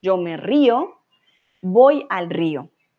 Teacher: siempre hacemos el acento en la I